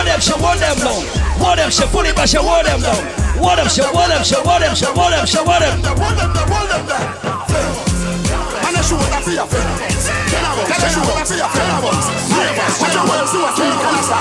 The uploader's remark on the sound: Live audio recording of my segment at Rum Punch Thursdays in Hartford, CT on March 23rd